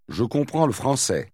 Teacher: notice how the L sound of le français almost gets lost. But not quite.